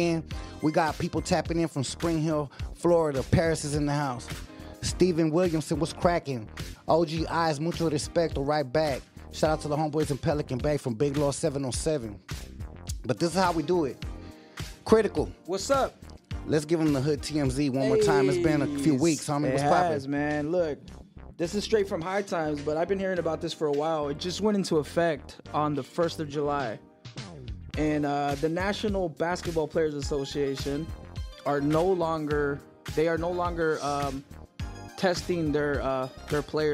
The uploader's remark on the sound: On Air LIVE! Calls in from Pelican Bay State Prison.